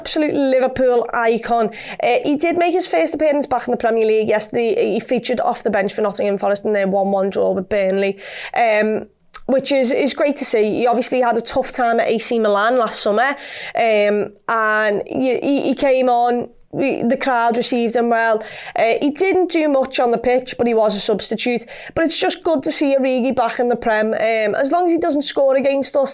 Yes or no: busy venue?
no